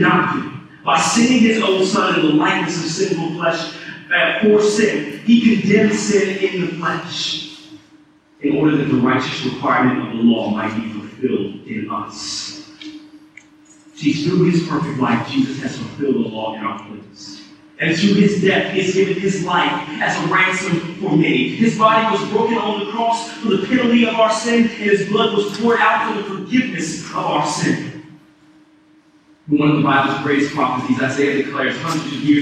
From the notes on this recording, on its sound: Service of Redemption Hill Church. There was some technical difficulty with the recording Sunday morning.